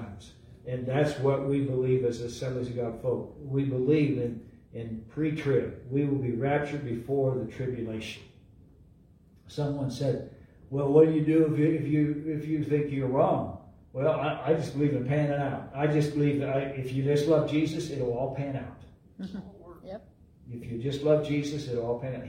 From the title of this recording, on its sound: LIVE at Calvary